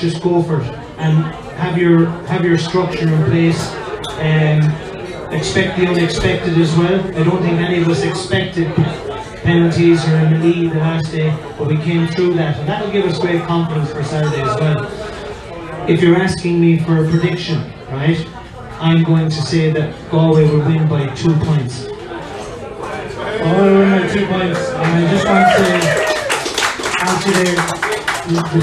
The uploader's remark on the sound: This week we are live from Taaffes Bar